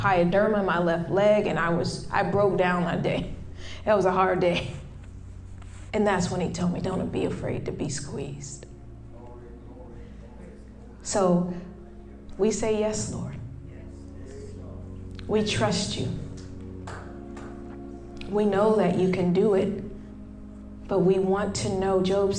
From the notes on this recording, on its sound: Wait For It-A Live Service. In this LIVE episode, which is a Sunday service.